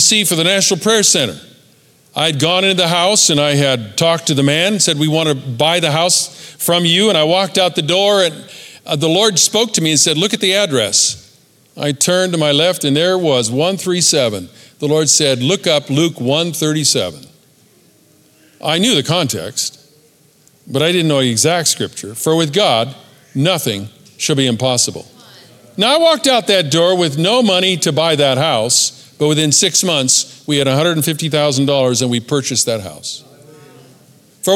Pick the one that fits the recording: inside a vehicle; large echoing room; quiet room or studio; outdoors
large echoing room